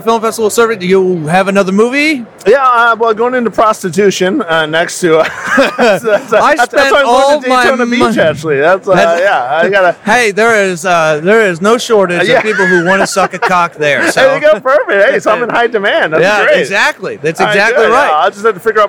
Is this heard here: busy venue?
yes